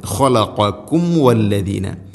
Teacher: സാക്കിനായ മീമിന് ശേഷം വ, രണ്ട് ചുണ്ടുകൾ തമ്മിൽ തട്ടിച്ച് മീമിനെ പൂർണ്ണമാക്കി ഉച്ചരിക്കണം